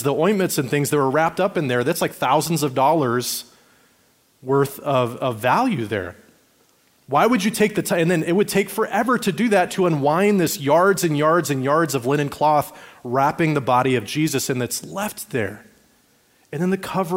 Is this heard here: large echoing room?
yes